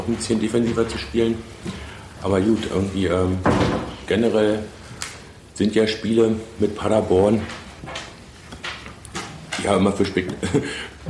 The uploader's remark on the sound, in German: Der Aufnahmepegel war noch auf Stadionlautstärke gedreht. Nebengeräusche sind unserer mangelnden Aufnahmedisziplin geschuldet (wer die Rasse des herumlaufenden Hundes erkennt, bekommt einen Besserwisserbonus).